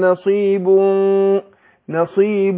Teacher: طبعا احنا الغنة تتبع ما بعدها تفخيما وترقيقا، هنا هنفخم الغنة · Term: الإخفاء